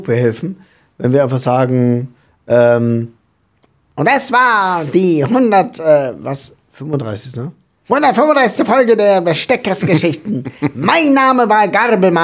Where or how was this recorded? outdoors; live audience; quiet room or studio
quiet room or studio